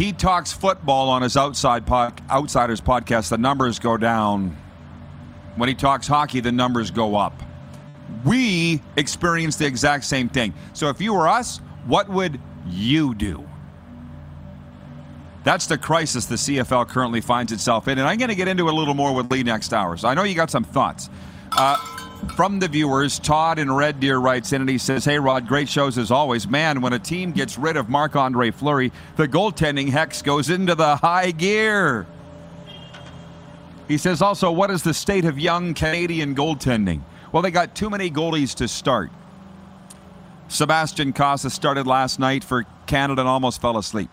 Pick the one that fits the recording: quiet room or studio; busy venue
busy venue